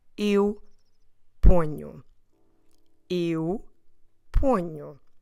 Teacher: we have this nasal consonant sound nu because of the fact that we have the NH together